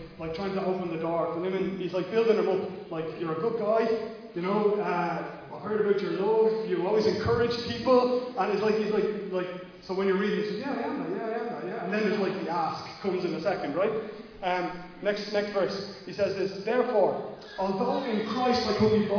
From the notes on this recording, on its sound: Recorded live at Liberty Church on 19th July 2020